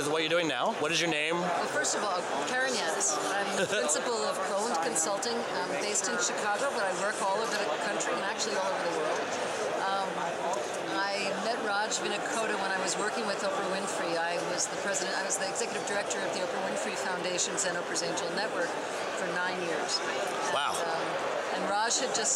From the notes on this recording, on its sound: set up a recording booth in the lobby at this year's Nexus U.